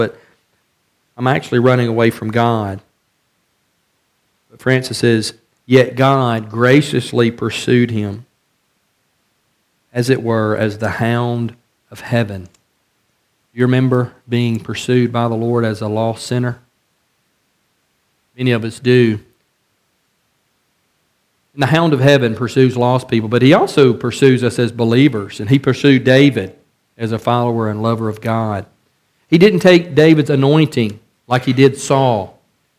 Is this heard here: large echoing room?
yes